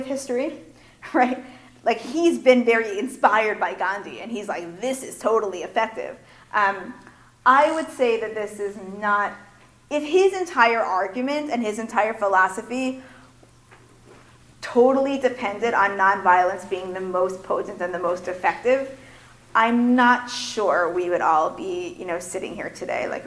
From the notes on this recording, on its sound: Recorded at the 2017 Executive Seminar.